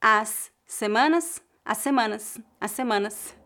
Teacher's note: Note que também ligamos as palavras as semanas, porque uma palavra termina com S e a palavra seguinte começa com S, então ouvimos apenas um fonema